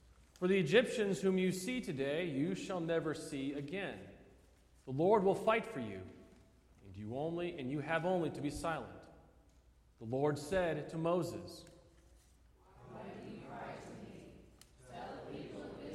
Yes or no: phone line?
no